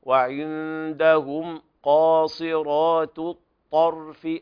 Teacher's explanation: أيضا هنا يلاحظ وعندهم قاصرات الطرف، هنا في تاء مرققة ثم بعدها في كلمة الطرف الطاء، والطاء حرف من حروف التفخيم بل هي أقوى الحروف على الإطلاق، فلا بد من الانتقال من الاستفال في التاء إلى التفخيم الأعلى في الطاء